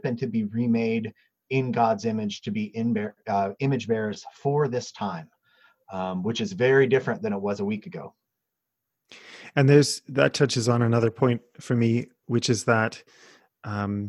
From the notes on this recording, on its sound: through the magic of Zoom